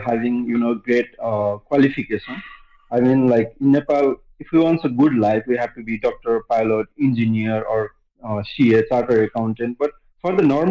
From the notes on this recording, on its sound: Unedited phone interview.